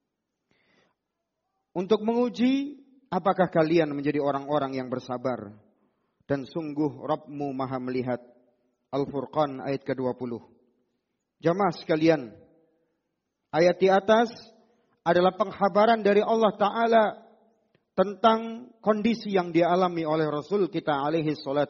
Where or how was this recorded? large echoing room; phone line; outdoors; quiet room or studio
large echoing room